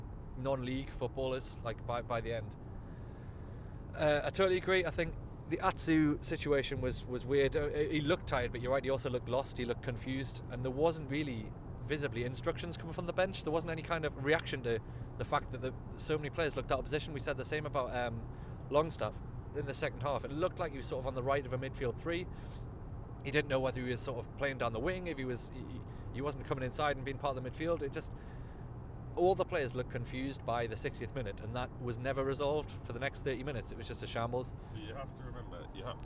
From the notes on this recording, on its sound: in the car straight from the ground